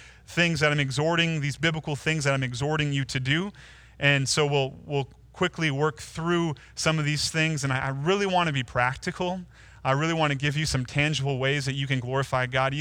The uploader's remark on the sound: Delivered Sunday, March 29, 2020 via livestream at Woodridge Community Church (New Berlin, WI).